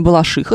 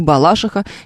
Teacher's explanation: Таинственная балашиха звучит с ударением на «и» · Shown in: first take · не балашиха ни в коем случае.